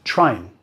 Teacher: Ahora, el ing, el verbo en su forma ing o gerundio. El ing jamás lleva acentuación, así que lo decimos más rápido, reducimos el sonido vocal y a veces suena en discurso natural, digamos, que estamos bajando la N.